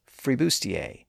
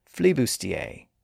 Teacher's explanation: from there, the R sound became an L sound, thereby producing the word flibustier. A couple of episodes back, we saw how the R and L sounds are closely related and can sometimes switch from one to the other.